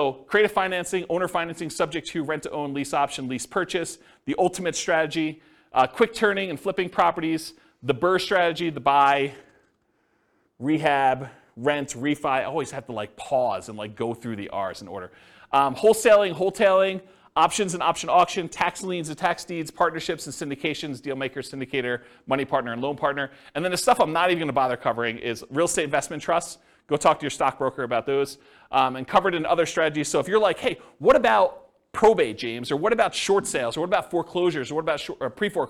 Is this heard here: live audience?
yes